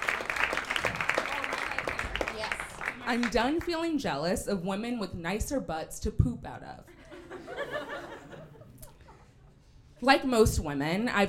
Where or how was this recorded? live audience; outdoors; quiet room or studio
live audience